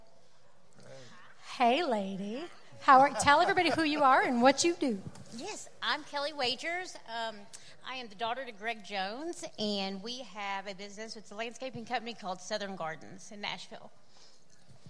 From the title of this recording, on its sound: Live From The Loveless Barn